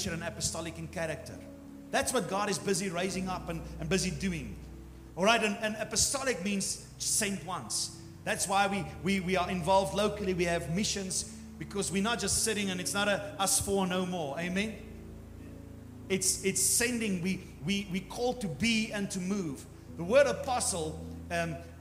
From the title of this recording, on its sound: Morning service 28 January 2024